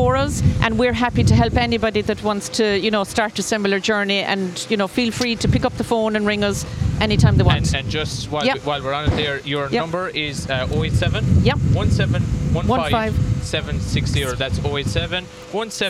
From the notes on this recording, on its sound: Interview as part SBCR live OB programmes of Live at the Green during the Scariff Harbour Festival weekend on Saturday 5th August.